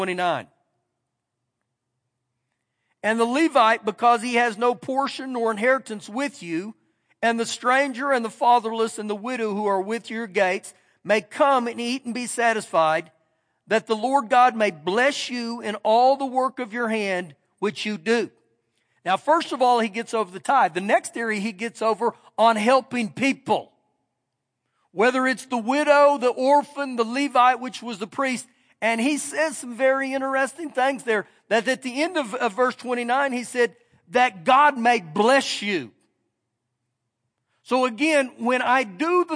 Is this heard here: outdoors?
no